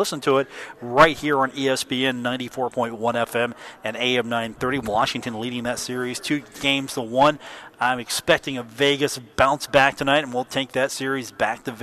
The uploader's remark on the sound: live at The Union Pub and Grill